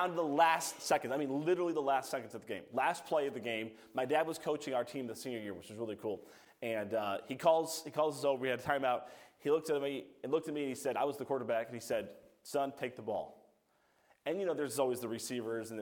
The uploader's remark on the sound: A message preached by Evangelist. From the chapel platform of Baptist College of Ministry.